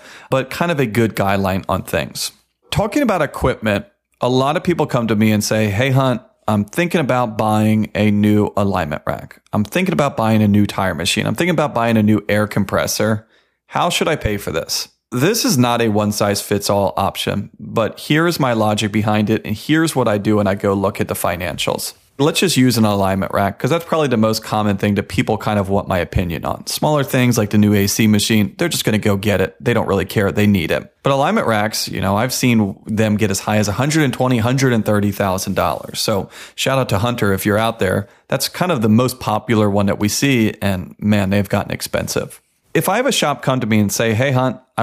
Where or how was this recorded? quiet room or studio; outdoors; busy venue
quiet room or studio